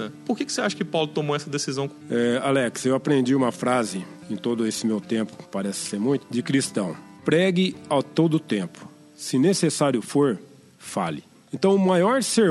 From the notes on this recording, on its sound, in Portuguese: Na IASD Jardim Samambaia. EQUIPAMENTOS Mixer Behringer Xenix QX1002USB Microfone Senheizer e835 Fones In-ear AKG IP2 Macbook Pro Mid-2009 Software Audacity 2.2.0 Software Audition 11.0.0.199 Software Garage Band 10.2.0.